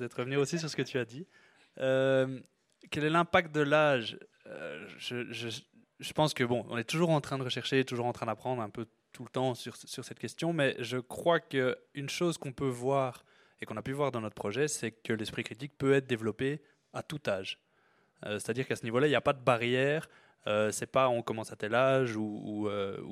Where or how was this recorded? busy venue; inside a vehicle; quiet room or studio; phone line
busy venue